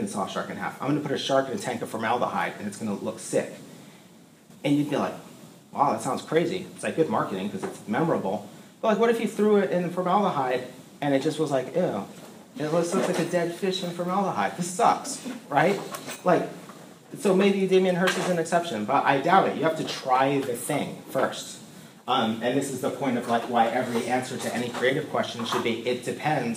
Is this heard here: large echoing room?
yes